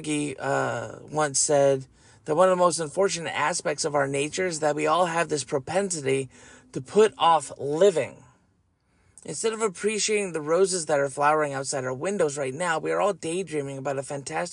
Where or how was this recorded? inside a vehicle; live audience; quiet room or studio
inside a vehicle